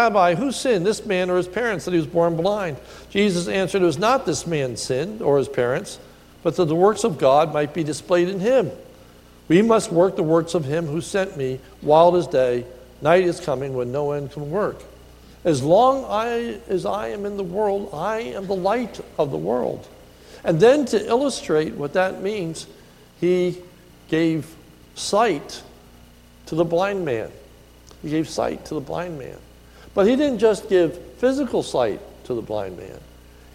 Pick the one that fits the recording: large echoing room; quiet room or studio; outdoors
large echoing room